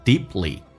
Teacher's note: P 跟 L 在一起， P 可以弱化，可以不发音